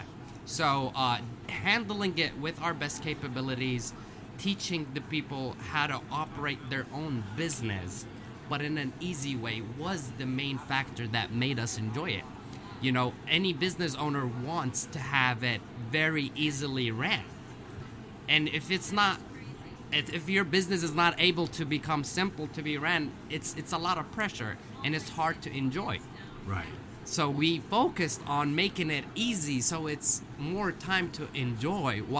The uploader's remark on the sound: Podcast Zone at Franchise Expo South 2023. Today, we’re live in the Podcast Zone at Franchise Expo South in Fort Lauderdale, FL!